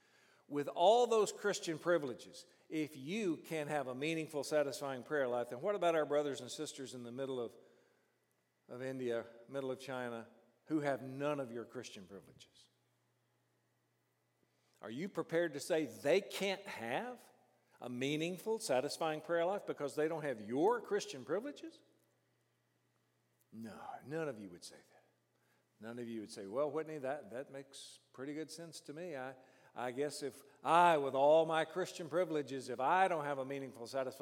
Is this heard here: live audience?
yes